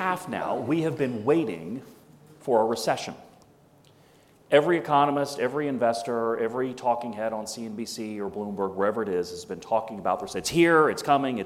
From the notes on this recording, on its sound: We brought together a panel of leading thinkers and executives from across the sector. In front of a live audience in New York City. This inaugural Live HC Insider Podcast event was hosted by HC Group and Brown Brothers Harriman.